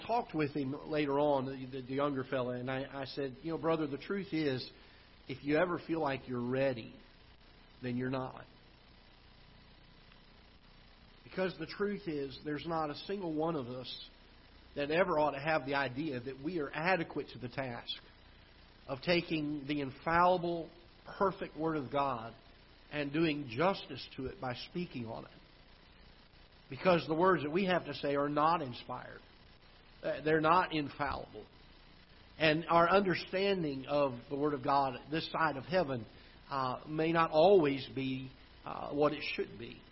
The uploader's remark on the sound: Ketha Heights Baptist Church ~ Live Broadcast